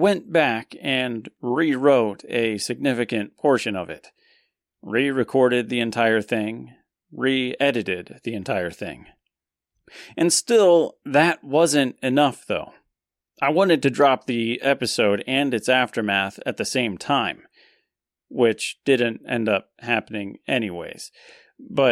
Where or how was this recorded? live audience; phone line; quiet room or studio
quiet room or studio